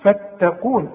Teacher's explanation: والتاء دائما ترقق في القرآن القاف هي المفخمة